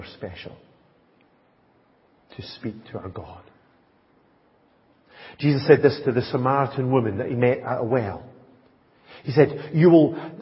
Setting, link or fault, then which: setting, large echoing room